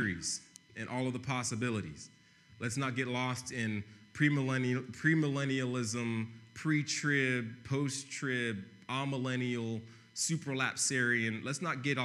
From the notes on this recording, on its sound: preached on November 22, 2015 at Veritas East